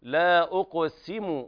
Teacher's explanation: لا أقسم، وهنا بيان كسر السين، لأن السين وقعت بين الهمزة المضمومة والقاف المقلقلة ثم ضم الميم، فلا بد من الاعتناء بالكسر